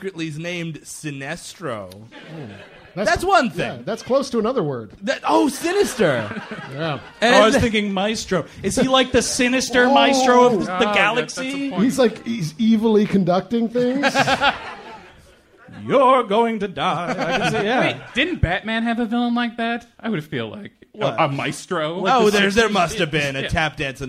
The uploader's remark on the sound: Recorded live at the Lily Pad in Cambridge, Massachusetts - March 21st, 2015